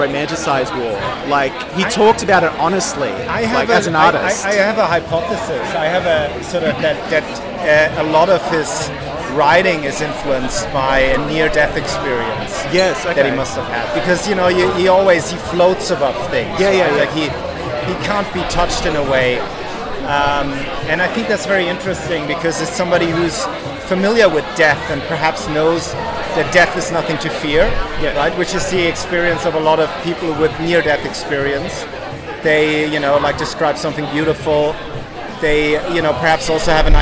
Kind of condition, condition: setting, busy venue